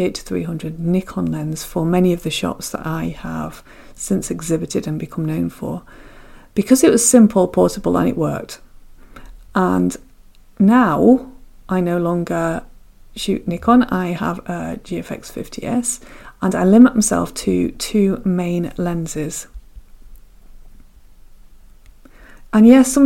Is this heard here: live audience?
no